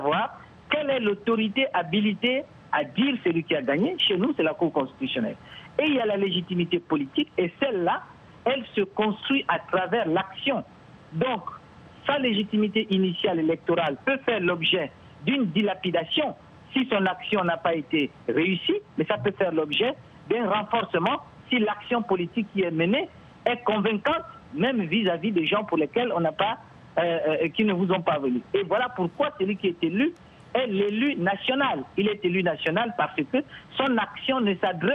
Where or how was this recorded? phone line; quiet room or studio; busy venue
phone line